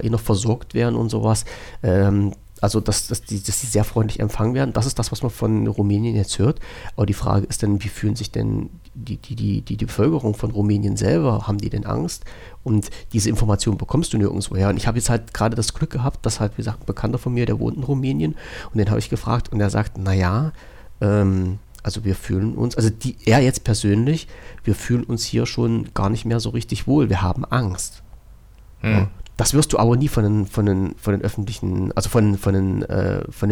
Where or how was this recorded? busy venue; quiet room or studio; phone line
quiet room or studio